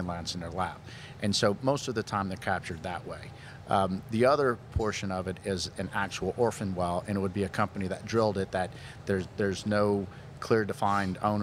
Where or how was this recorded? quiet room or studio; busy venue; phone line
busy venue